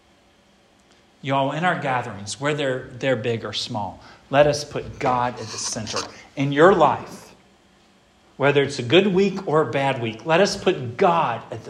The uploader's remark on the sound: This sermon was preached at Hope Fellowship